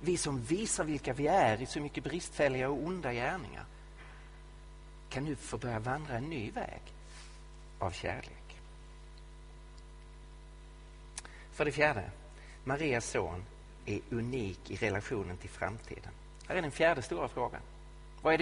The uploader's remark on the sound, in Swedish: Inspelad i Betlehemskyrkan i Stockholm